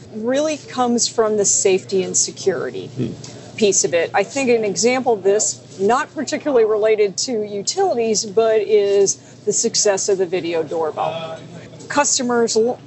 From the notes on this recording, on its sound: live from DistribuTECH 2020 in San Antonio